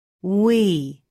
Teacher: Your lips should be relaxed and a little open. When you make the sound, you'll hear your vocal cords vibrating. · Term: long vowel sound E